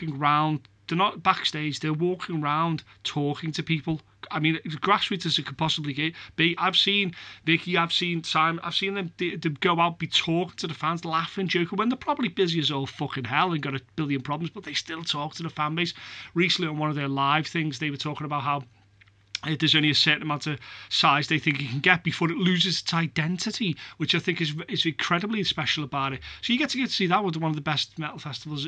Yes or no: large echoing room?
no